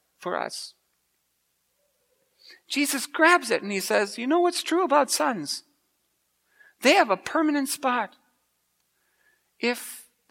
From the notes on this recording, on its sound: preached at Grace Ev.